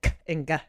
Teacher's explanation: and then k and ga. Those are velar plosives.